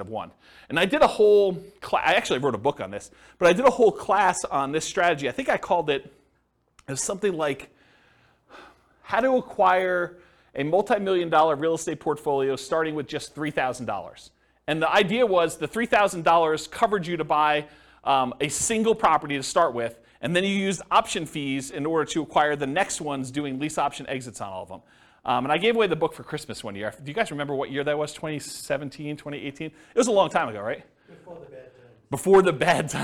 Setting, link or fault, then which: setting, live audience